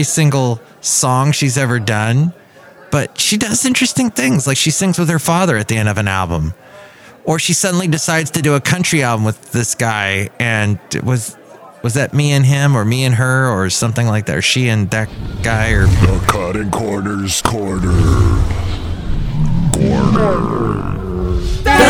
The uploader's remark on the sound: Podcasts live from Café Anyway.